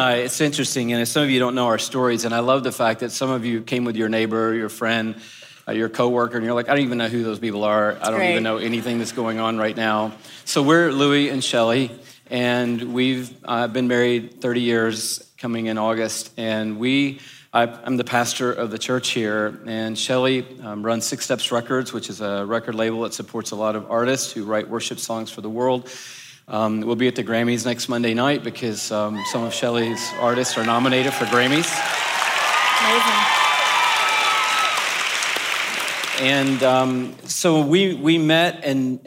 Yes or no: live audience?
yes